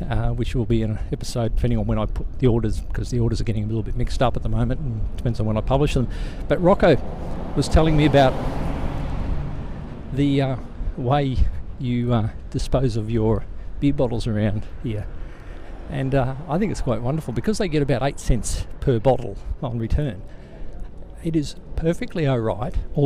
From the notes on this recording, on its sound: Here is another of my personal raves recorded while walking home through Potsdamer Platz.